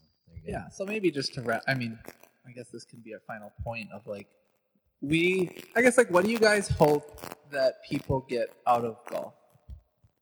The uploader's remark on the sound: Unfortunately the audio file was damaged so the audio is not up to our standards. We thought it would be better to release it as is than to try to recreate the magic.